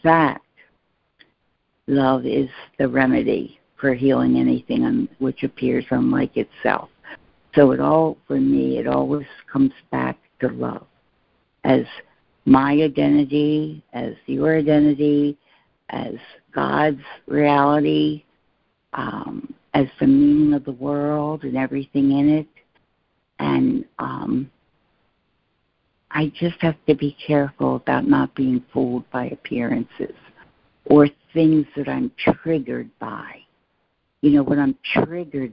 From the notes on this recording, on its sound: ACIM Daily Conference Call